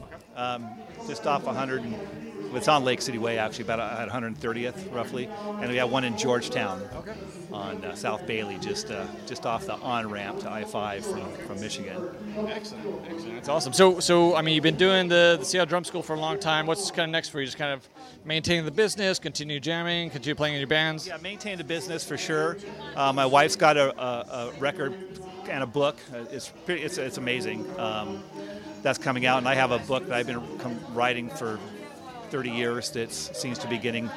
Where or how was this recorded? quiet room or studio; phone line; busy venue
busy venue